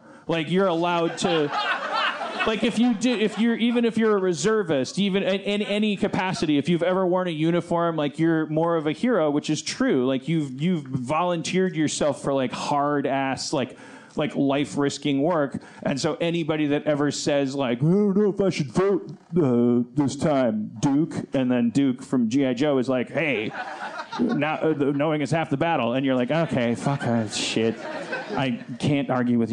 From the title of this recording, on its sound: Live From The SeeSo Launch at the New York Television Festival 2015